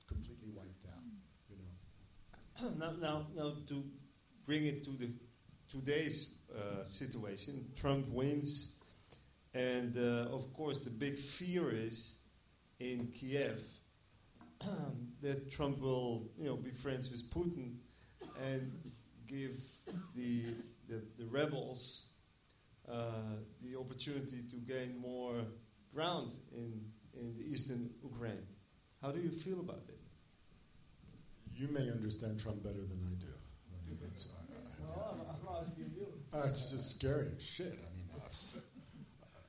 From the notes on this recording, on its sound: IDFA Q&A 18 November 2016. Like Dew in the Sun IDFA Q&A.